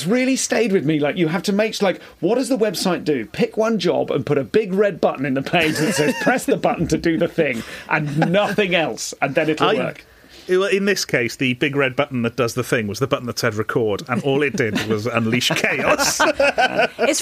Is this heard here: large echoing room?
no